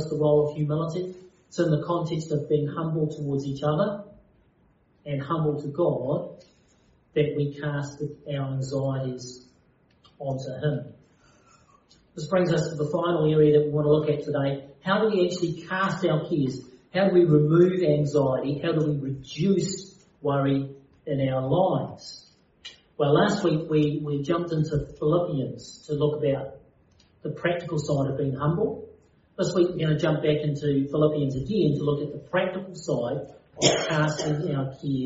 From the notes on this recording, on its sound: Due to technical difficulties the sound quality is not as clear as the other podcasts on this channel.